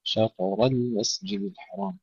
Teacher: نرقق اللام بعد الراء المفخمة